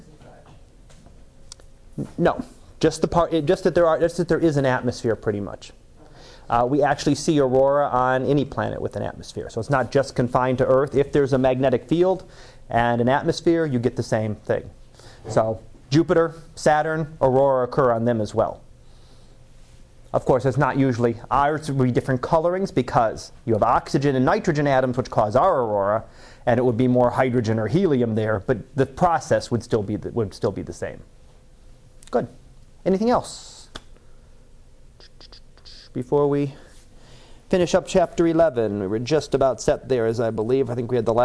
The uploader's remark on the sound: Live Class Lecture